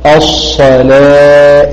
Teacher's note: فتصير الإمالة صريحة في الألف دون الهاء